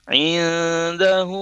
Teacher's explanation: Kalau dengan doa terbalik kan dilafazkan dua harokat, tapi kemudian dia berhadapan dengan huruf alif, kemudian diikuti huruf alif di depannya, sehingga hu-nya itu dilafazkan panjang lebih dari dua harokat · Term: empat harokat